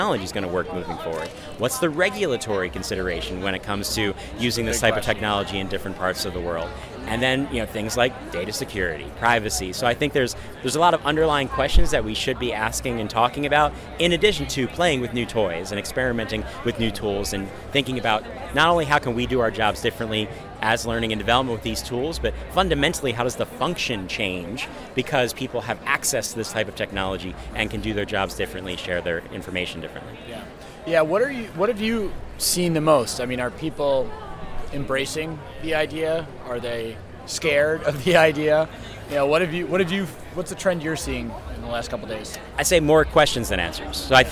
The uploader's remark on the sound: Straight from the expo floor. We interviewed real-life attendees.